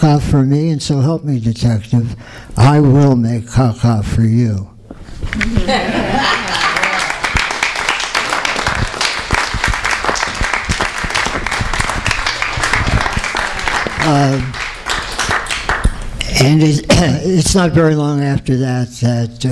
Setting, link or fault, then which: setting, live audience